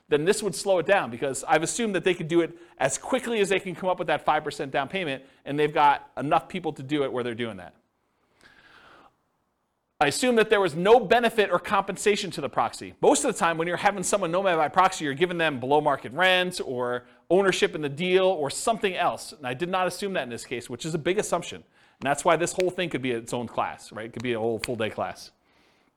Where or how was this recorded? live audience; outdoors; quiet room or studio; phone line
live audience